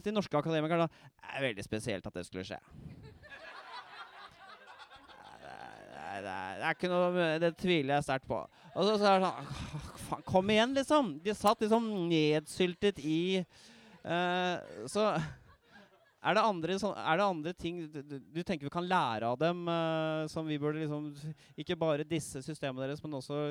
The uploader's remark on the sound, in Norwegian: Live-opptak. På Jaeger i Oslo.